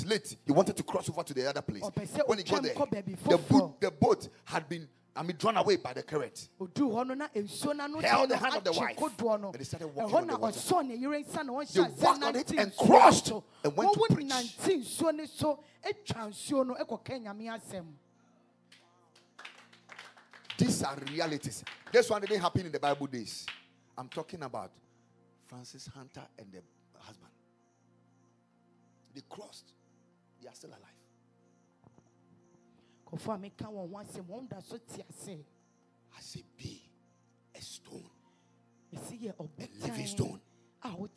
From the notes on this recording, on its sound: Preached at Spirit Expo Conference 2022.